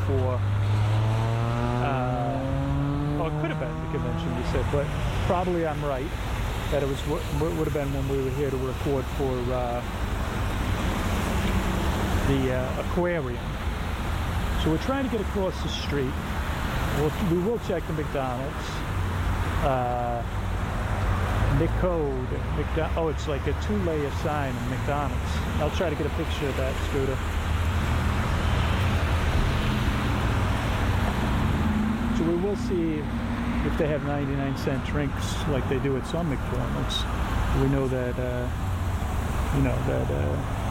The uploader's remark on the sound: Walking I-Drive. This is on location and full of stereo ambient audio.